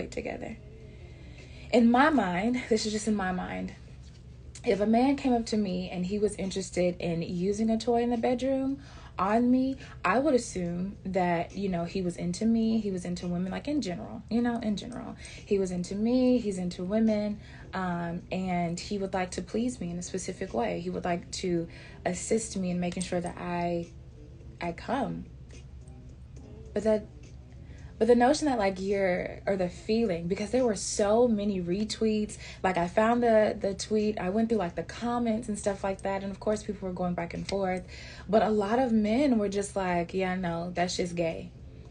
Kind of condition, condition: fault, sounds in the background